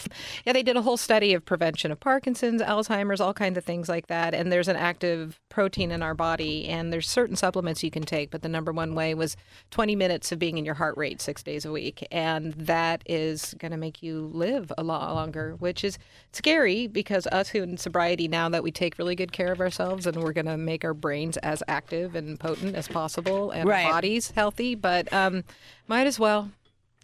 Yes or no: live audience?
no